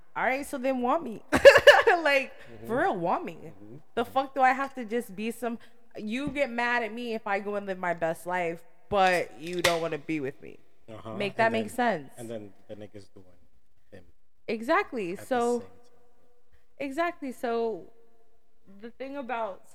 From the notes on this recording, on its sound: Sorry about the echo! New mic on the way!